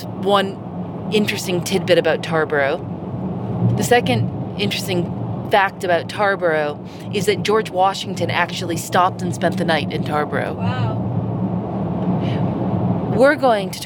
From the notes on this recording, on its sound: hit record on the drive to visit a 100-year-old Liberal Arts Club in Tarboro, North Carolina